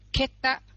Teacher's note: chữ e đó nó bị ngắn lại vì do cái phụ âm đi đằng sau nó chặn lại, nó không thể kéo dài ra như đó đứng một mình. · Term: e ngắn